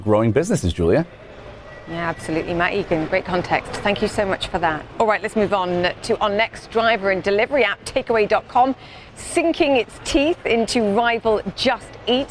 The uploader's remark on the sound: live from the New York Stock Exchange